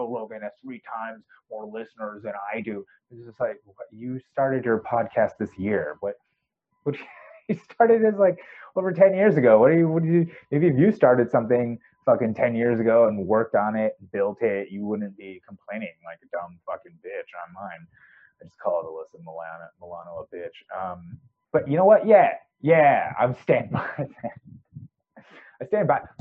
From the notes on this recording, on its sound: I think my mic's shot, sorry for the audio quality.